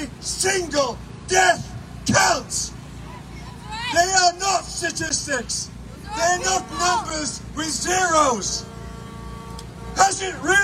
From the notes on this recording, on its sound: The Convoy is in Ottawa and we walk around taking in all the sights and sounds of Ottawa.